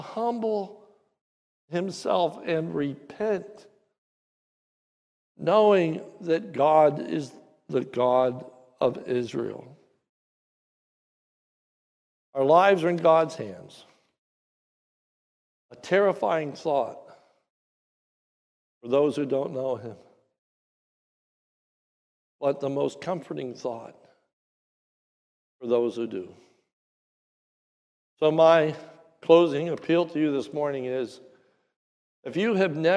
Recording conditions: large echoing room